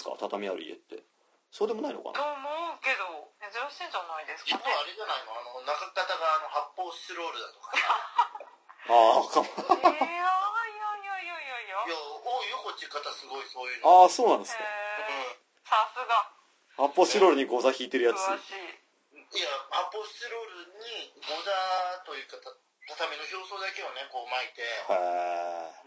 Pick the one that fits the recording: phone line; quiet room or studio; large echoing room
phone line